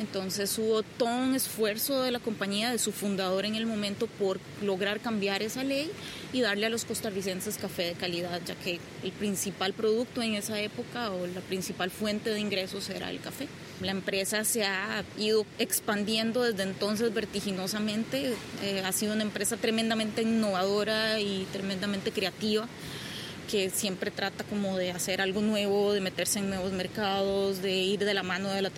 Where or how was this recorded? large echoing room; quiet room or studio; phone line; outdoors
outdoors